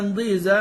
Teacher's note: وروى ضيزة في النجم بإبدال الهمزة ياء